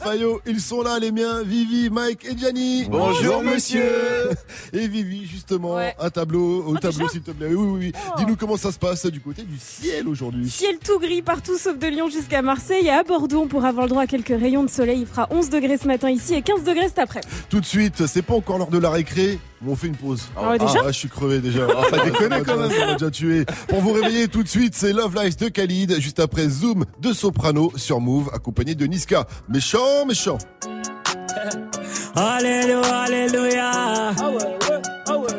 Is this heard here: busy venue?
yes